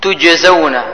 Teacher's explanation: نون مشددة تغن بغنى قدر حركتين. تجزون ذين حكم في حرف الجيم قلقلة مرتبتها صغرى